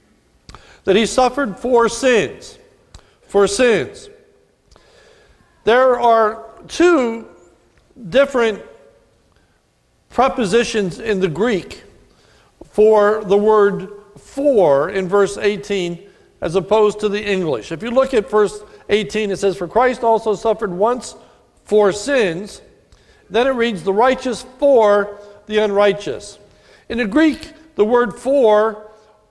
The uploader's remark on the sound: This is a sermon recorded at the Lebanon Bible Fellowship Church in Lebanon, PA on 10/01/2017 during the morning service. It was taken from 1 Peter 3 and was a communion message.